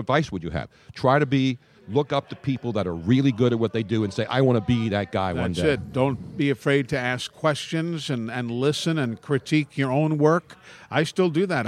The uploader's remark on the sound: LIVE from Audio Ave in Tampa